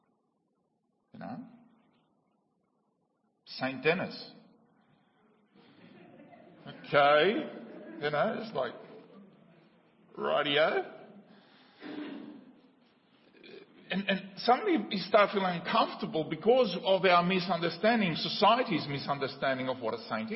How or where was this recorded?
large echoing room